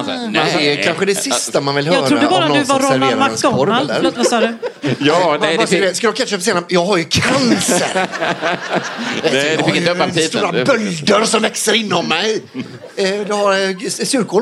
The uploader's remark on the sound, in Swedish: Live på Scala